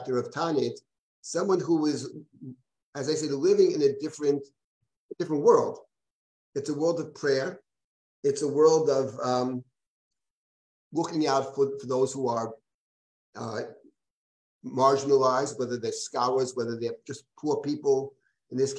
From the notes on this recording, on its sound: This audio was originally captured from Zoom